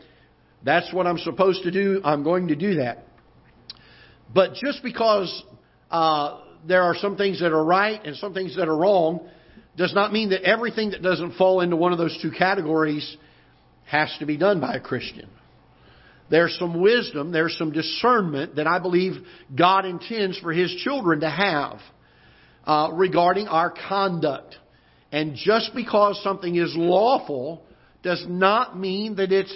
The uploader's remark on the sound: Ketha Heights Baptist Church ~ Live Broadcast